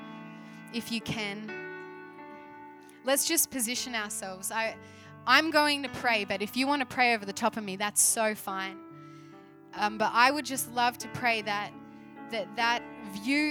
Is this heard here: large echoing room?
yes